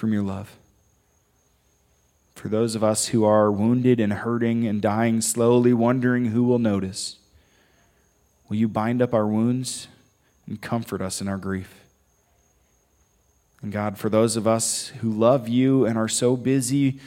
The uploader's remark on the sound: Audio only for this one because we met outside at Victor Ashe Park